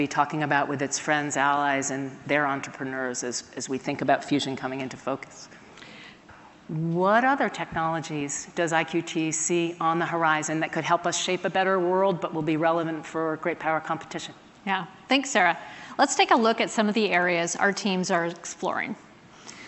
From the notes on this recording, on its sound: Recorded at an event held back in May.